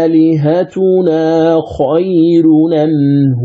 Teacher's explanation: أحقق الهمزة الأولى والثانية أسهلها